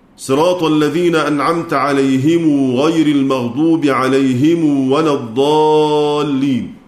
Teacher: يصل ميم الجمع بواو لفظية إذا وقع بعدها حرف متحرك قولا واحدا، وأن قالون يصل هذه الميم بخلف عنه، يصل هذه الميم بخلف عنه. · Term: الصلة